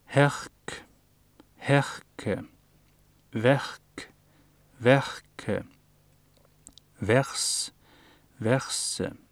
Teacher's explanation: Kort vokal pluss kort ustemt R pluss ustemt konsonant